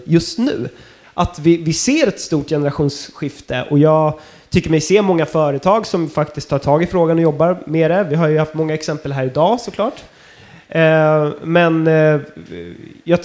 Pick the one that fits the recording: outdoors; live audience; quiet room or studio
live audience